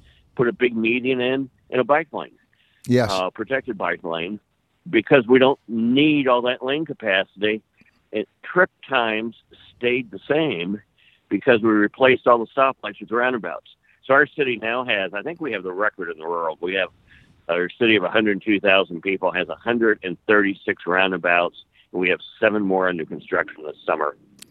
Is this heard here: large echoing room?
no